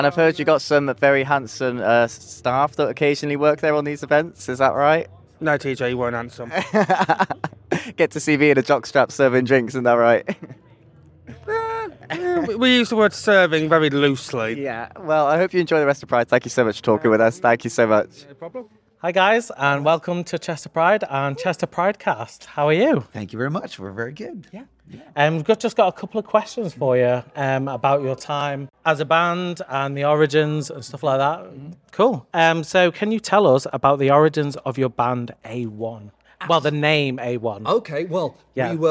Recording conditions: busy venue